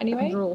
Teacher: I don't know, but then when I said anyway, then it was kind of a bit croaky